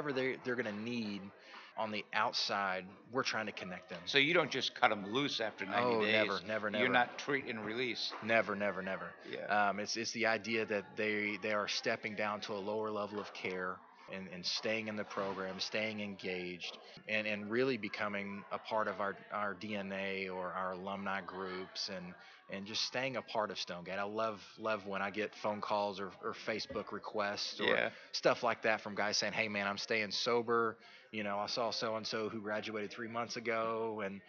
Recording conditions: busy venue